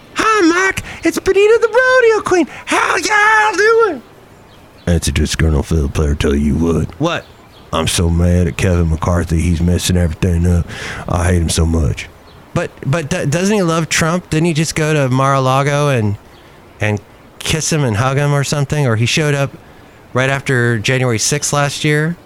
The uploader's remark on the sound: Podcast live from Cafe Anyway.